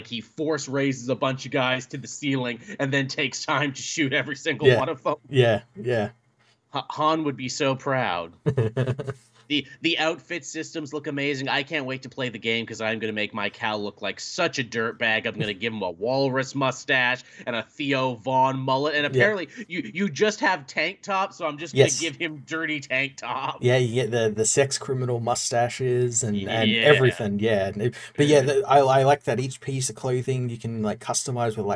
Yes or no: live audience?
no